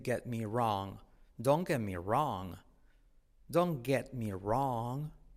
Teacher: La T de get casi no se dice.